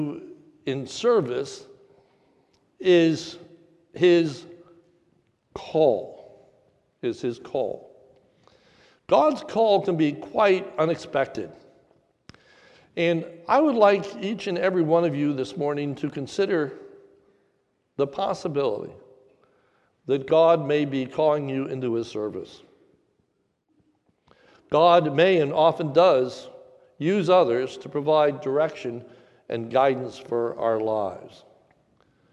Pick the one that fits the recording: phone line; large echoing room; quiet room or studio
large echoing room